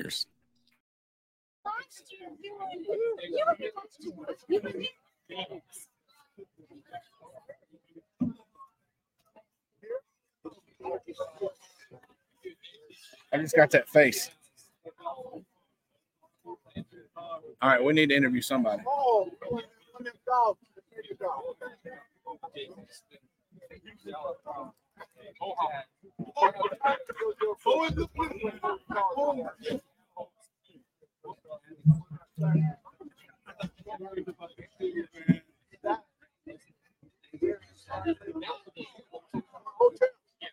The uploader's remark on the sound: This is a recording of a live broadcast from a tailgate fundraiser in Clemson, SC on 8/4/23.